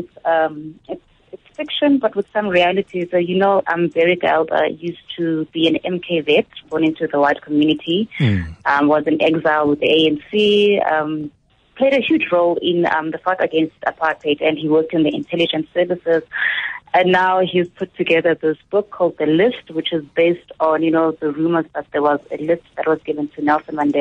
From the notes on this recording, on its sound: Listeners call in to read from their favourite books.